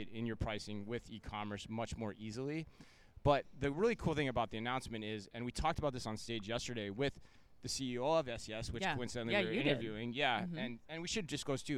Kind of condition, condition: setting, busy venue